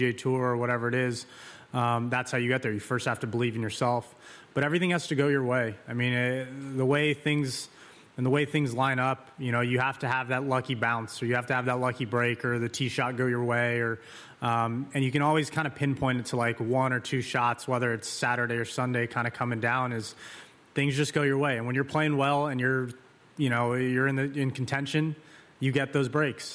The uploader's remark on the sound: We broadcast live from Royal Liverpool